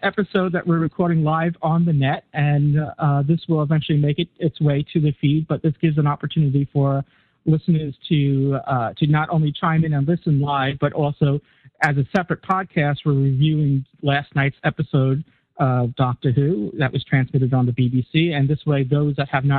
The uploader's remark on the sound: Live Roundtable Episode. Recorded live on the net via TalkShoe.